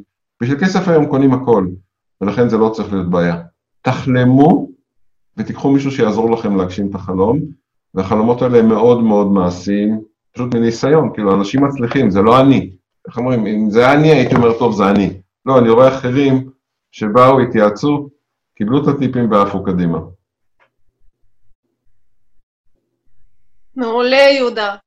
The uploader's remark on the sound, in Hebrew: כולנו בבית וגם תוכנית זו הוקלטה בזום בבית.